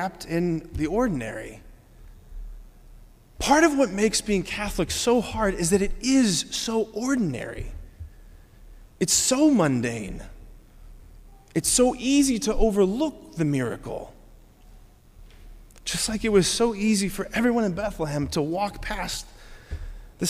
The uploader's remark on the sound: preached this homily on December 24, 2023 at Sacred Heart of Jesus Catholic Church in Wadsworth, OH.